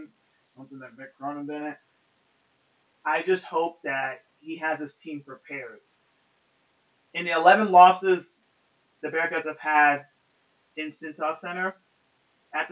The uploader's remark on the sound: forgive me of the audio on this pod smh.